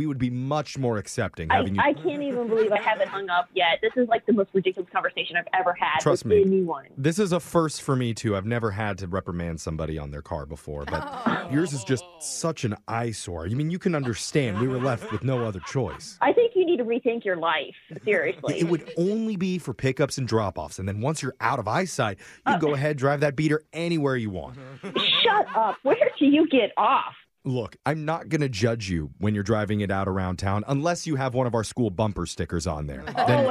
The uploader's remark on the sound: Phone Tap.